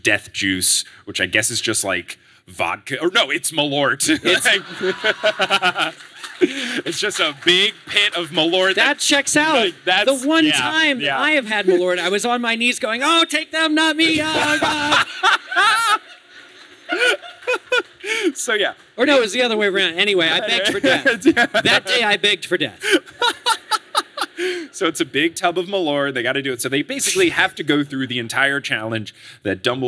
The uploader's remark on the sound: LIVE in Chicago! Live from Chicago on 6/19/22.